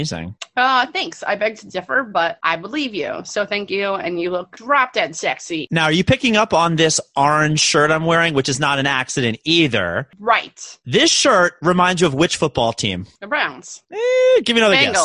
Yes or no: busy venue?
no